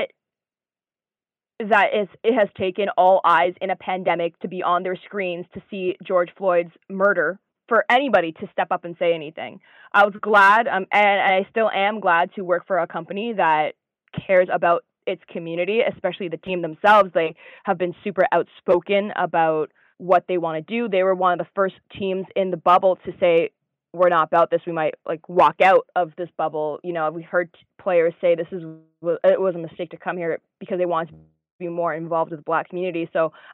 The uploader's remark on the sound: On The Phone